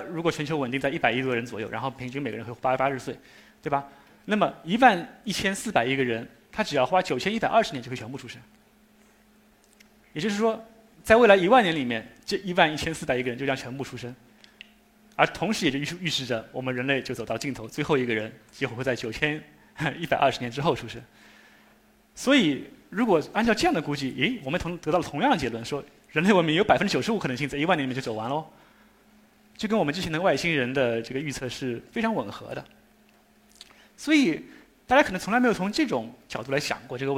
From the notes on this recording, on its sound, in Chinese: 一席现场